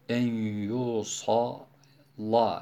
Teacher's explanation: Sattan dolayı lamı kalın okudu. · Term: taglîz